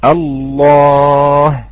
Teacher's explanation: كثير ما نسمع يقول أن اللام الأولى مرققة واللام الثانية مغلظة، على اعتبار أن اللام المشددة عبارة عن حرفين، فنرقق الأولى ونغلظ الثانية، وهذا أمر غير صحيح، فعلينا أن ننطق الحرف حرف اللام لاما واحدا مغلظا مشددا